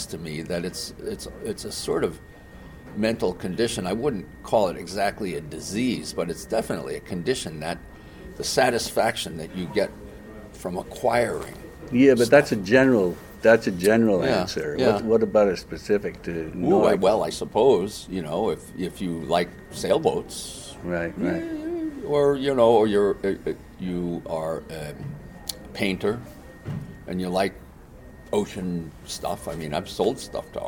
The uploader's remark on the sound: This is what we met to discuss at The Boston Antiquarian Book Fair.